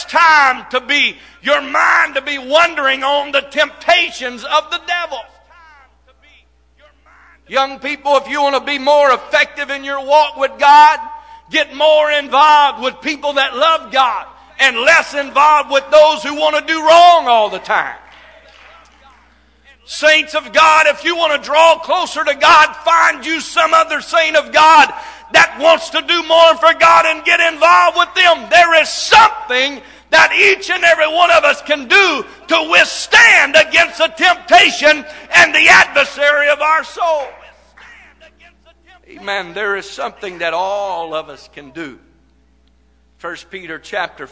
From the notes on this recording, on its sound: This message recorded live from First Pentecostal Church of Silsbee, Texas.